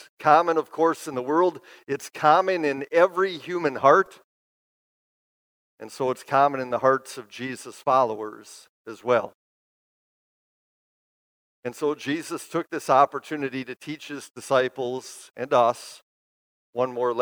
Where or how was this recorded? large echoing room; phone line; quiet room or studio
large echoing room